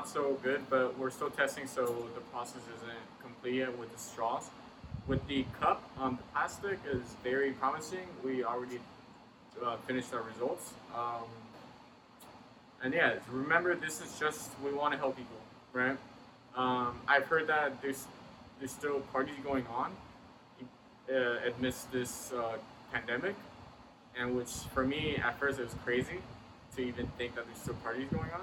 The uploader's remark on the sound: Disregard our background noise, future experiences will be smoother.